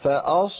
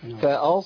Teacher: أش دخلنا كده على مخرج الشين، عملنا صفة التفشي في الصاد، والصاد ليست من حروف التفشي · Shown in: first take